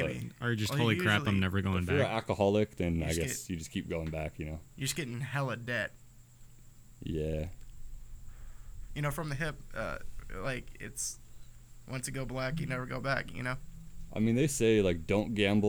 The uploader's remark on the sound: We outside on this one and a storm’s a brewin’.